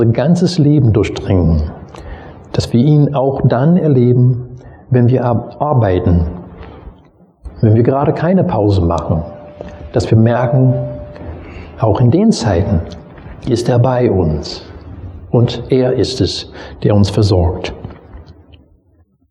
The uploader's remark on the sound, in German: Predigt aus dem Gottesdienst vom 22.